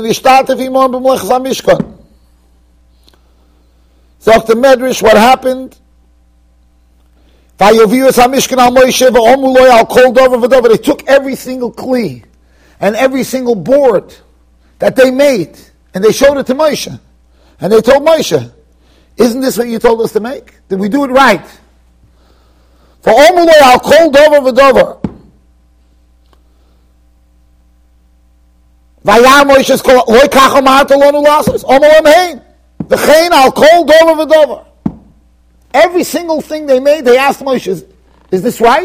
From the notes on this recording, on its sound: Shiur recorded in Yeshivas Ohr Reuven, Monsey NY.